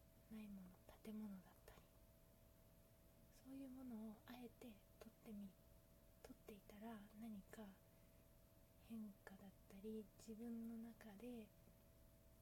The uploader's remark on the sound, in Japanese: From Radiotalk。スマホの調子が悪くて音質わるくなってしまった。